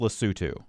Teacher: I knew the TH was a T, not a TH